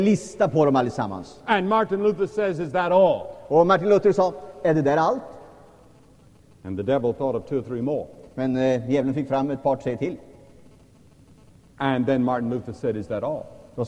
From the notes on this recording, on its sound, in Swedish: Inspelad i &#196;lvsj&#246;m&#228;ssan, Stockholm